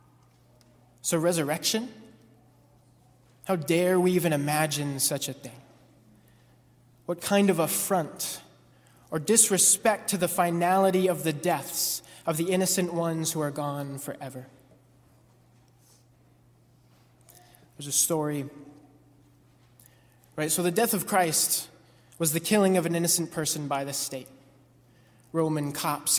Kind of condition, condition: setting, large echoing room